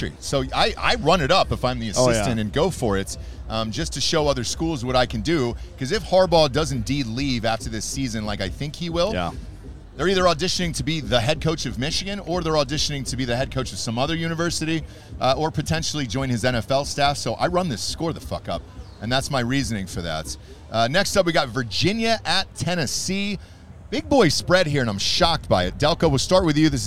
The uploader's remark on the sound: Live From University Of Central Florida